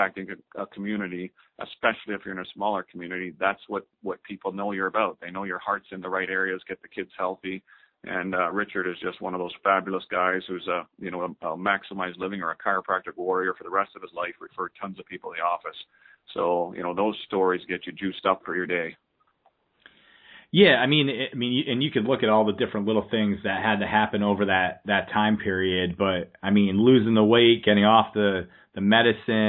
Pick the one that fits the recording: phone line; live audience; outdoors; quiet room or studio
phone line